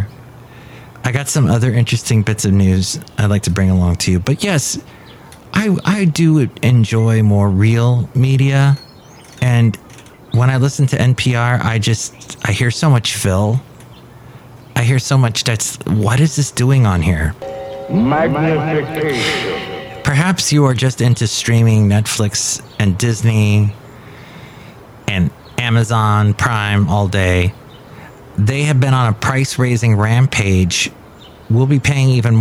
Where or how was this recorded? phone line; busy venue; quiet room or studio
busy venue